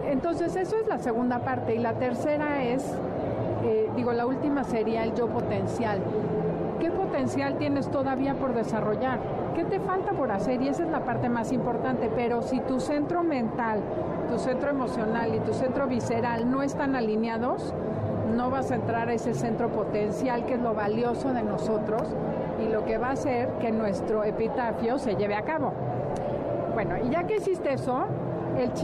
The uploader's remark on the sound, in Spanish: Transmisión especial desde el Festival del Adulto Mayor. En el marco del Festival del Adulto Mayor, que reunió a los mejores expositores de bienestar y salud.